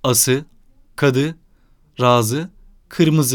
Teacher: Arapçanın i'si Türkçe söyleyişte son açık hecede kısalmıştır.